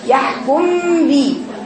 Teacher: في هنا عندك الميم باينه والباء باينه بس في غنة ما تقولش يحكم بي يحكم دي هتبقى كأني سايبه فرجه لا